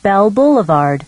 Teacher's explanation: Native speakers use word stress on boulevard, avenue, road.